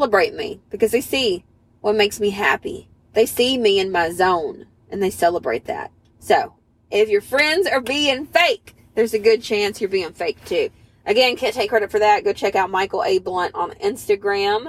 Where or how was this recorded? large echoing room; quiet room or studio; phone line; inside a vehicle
inside a vehicle